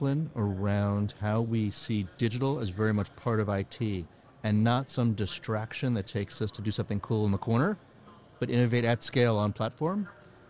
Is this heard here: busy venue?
yes